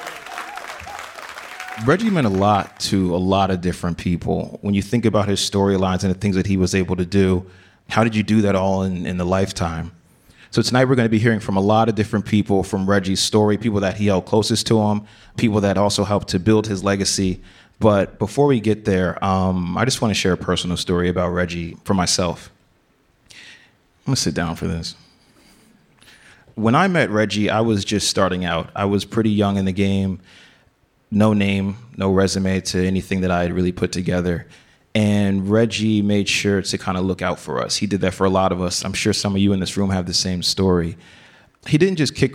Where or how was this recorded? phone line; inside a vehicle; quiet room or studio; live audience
live audience